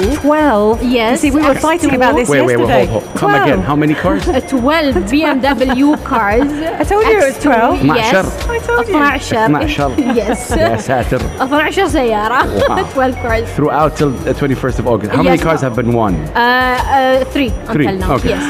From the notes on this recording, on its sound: Live from Zero 6 Mall.